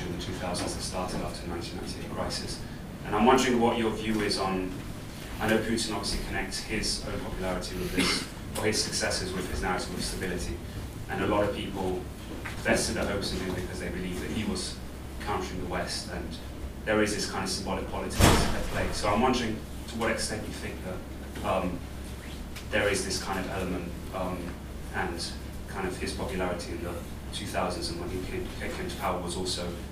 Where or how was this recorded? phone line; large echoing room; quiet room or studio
large echoing room